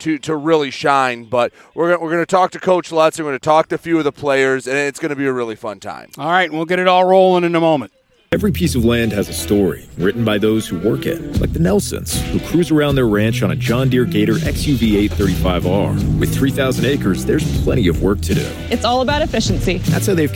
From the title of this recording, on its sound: Live From Marine City Football Camp!